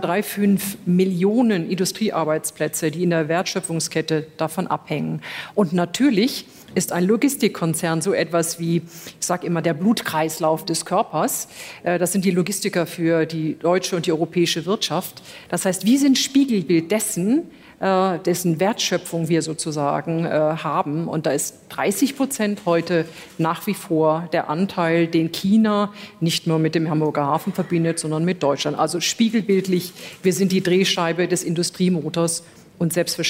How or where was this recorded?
busy venue